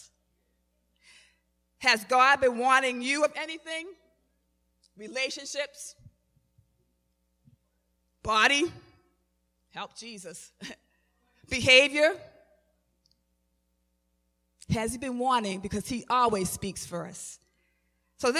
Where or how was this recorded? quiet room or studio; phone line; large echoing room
large echoing room